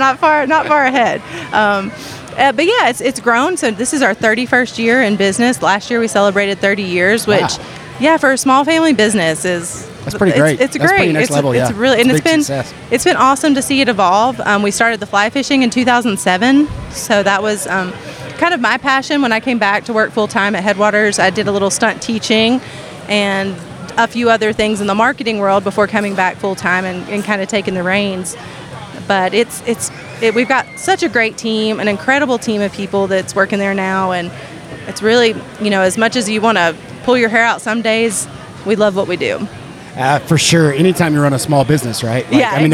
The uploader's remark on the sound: This episode comes from a special live event, the Fly Fishing Film Tour Southern Loop stop at Oskar Blues Brewing in Brevard, NC.